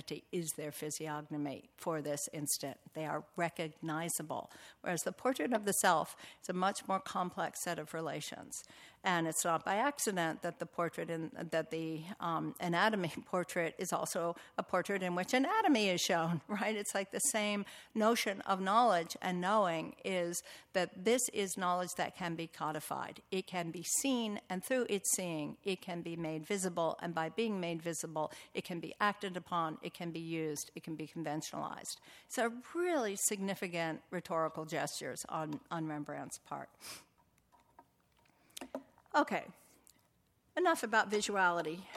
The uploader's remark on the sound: Recording of a lecture delivered on March 23, 2018